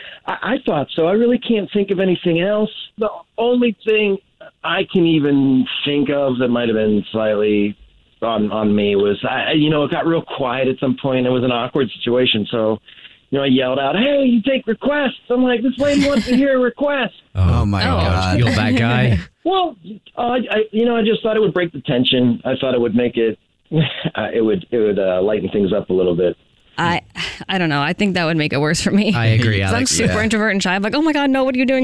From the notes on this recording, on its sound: called into The Jubal Show